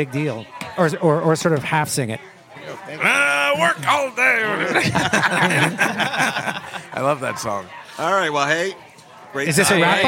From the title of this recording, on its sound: Live at the Comedy Cellar